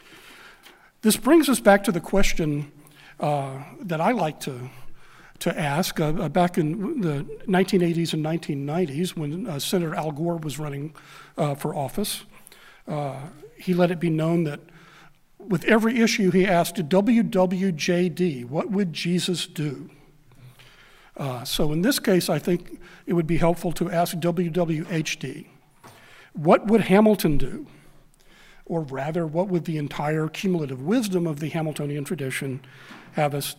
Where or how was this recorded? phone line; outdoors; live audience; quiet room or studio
live audience